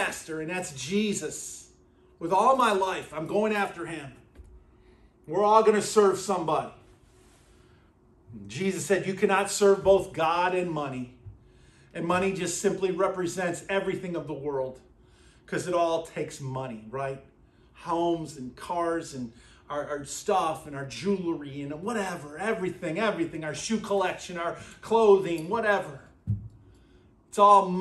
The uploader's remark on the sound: at Burlington Christian Church on February 4th, 2024